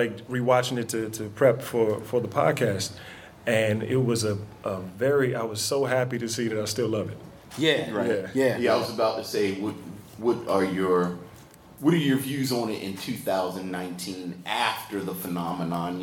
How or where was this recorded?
busy venue